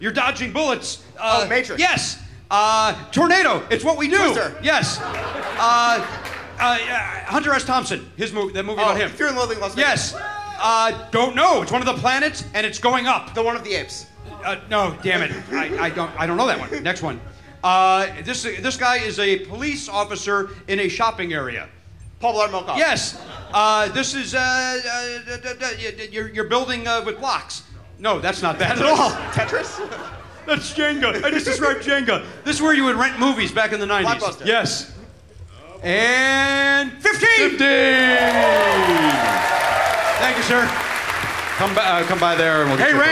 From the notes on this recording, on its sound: Perform live at the Middle East. Recorded live in Cambridge, Massachusetts.